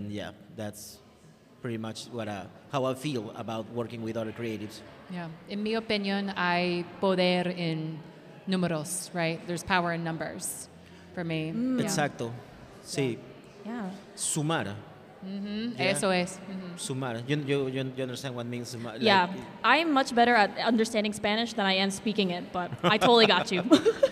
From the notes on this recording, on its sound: Live at Home.Grown CLT. Join us for a live audience recording at Home.Grown CLT.